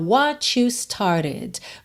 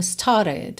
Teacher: Você nem ouve o R do started